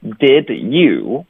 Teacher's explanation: 我们就会直接把 did 给弱读成一个的的音